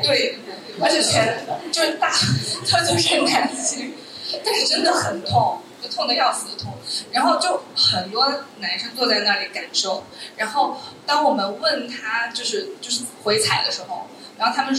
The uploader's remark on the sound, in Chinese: 现场观众写的纸条